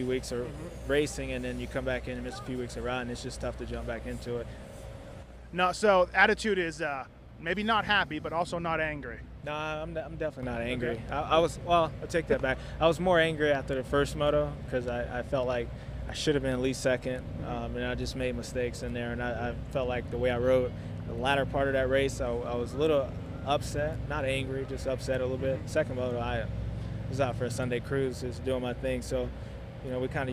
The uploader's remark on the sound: Red Bud 2012 Post-race Interviews